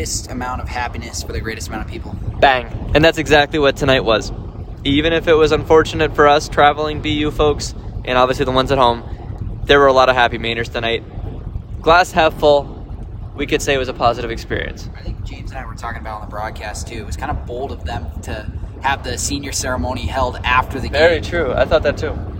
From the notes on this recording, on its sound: a special "carcast" on their drive from Orono, Maine